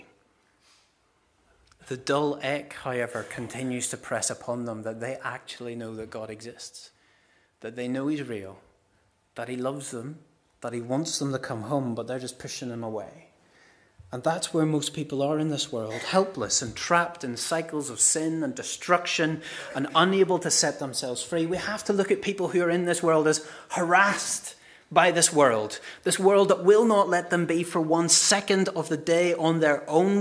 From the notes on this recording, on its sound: This is the recording of the Bible reading and sermon from our harvest morning service on Sunday 1st October 2023.